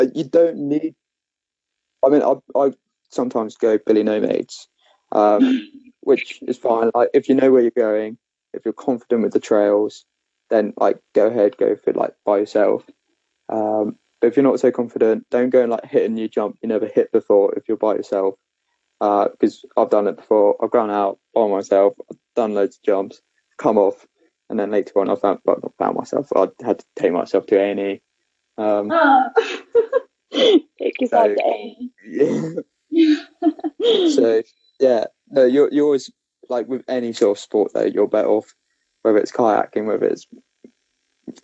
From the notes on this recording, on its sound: Please bare with the technical issues, our first guest episode in the middle of a national lockdown!